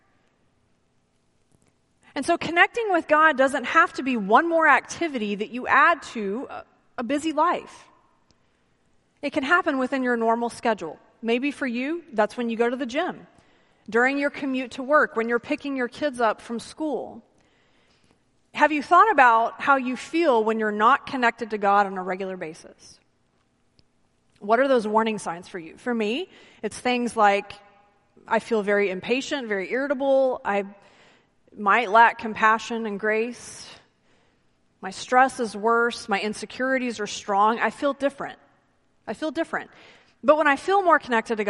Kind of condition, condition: setting, large echoing room